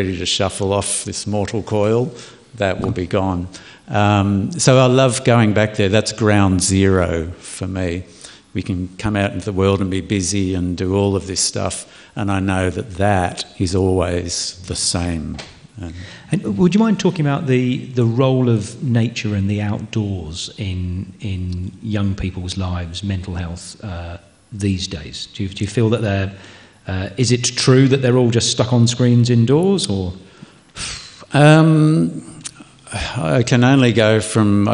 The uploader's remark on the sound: Live from the Castlemaine Festival. Recorded live at the Castlemaine State Festival. In front of a live audience.